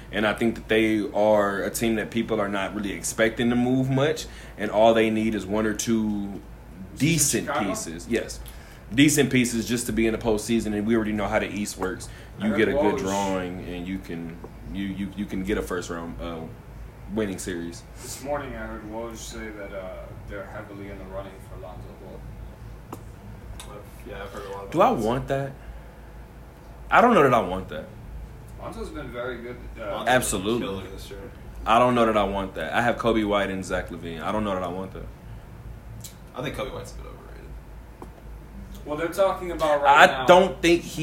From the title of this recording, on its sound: Live from Westgate